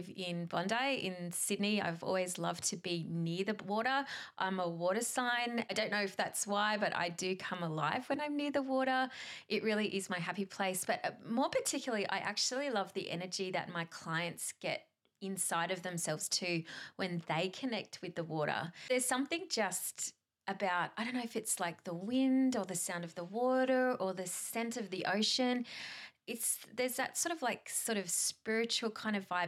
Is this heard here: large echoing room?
no